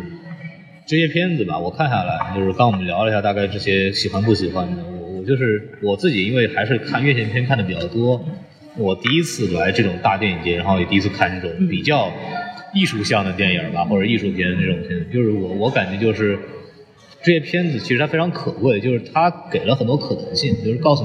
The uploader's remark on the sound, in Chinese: 本节目为影展现场录制，音质草率请注意收听。在平遥电影宫的现场给大家录了一期简单的节目。